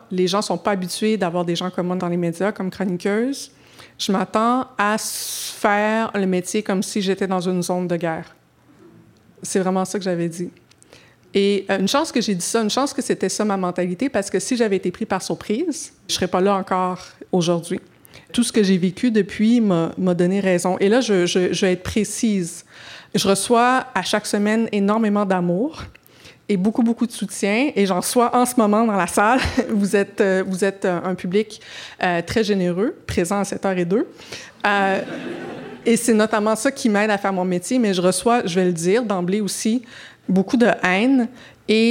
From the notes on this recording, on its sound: Cette conversation a été enregistrée au Centre PHI à Montréal. This conversation was recorded live at the PHI Centre in Montreal. Thank you to the team at the PHI Centre for their help with this event.